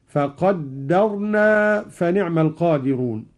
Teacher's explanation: قرأ قالون بتشديد الدال من التقدير